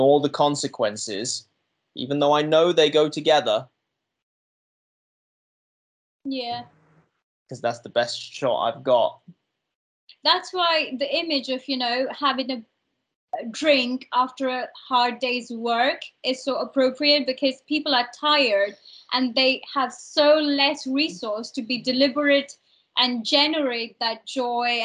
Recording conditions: video call